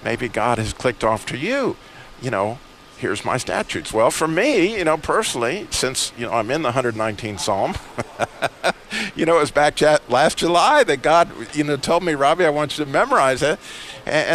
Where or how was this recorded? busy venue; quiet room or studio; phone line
busy venue